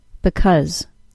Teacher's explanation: To say the reduced form, the second syllable is reduced to a short U sound. Because. The vowel sound of the first syllable is still a short I, and the vowel sound of the second syllable is a short U.